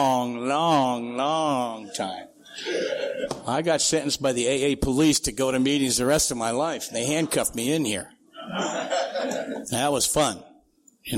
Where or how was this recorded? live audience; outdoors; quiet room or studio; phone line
live audience